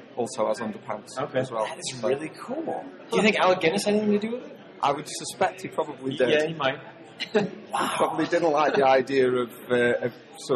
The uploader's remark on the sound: Recorded in front of a live studio audience on the first day of Celebration VI, this is part one of the 'Chive Cast Vintage Pod's Convention Double Mega Cast.